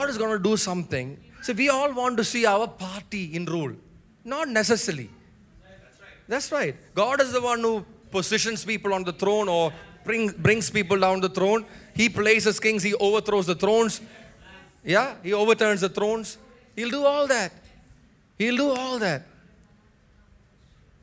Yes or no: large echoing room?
yes